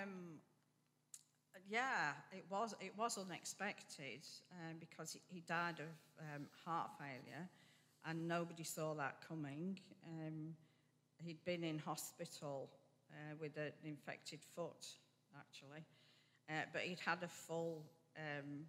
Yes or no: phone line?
no